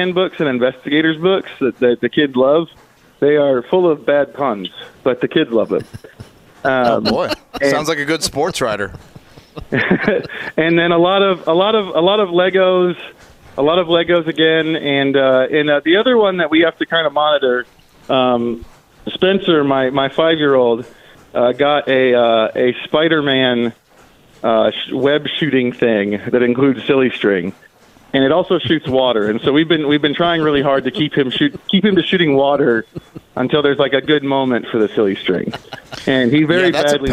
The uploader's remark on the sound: live from a Florida gym